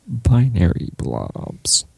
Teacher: Got a little bit of vocal fry there.